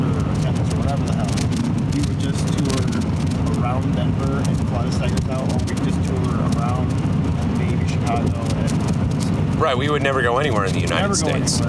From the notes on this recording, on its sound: This episode was recorded in the van while driving using an iphone and a split lavalier mic which we passed around the van. Straight up, there are moments when the quality is so poor as to make it nearly unlistenable.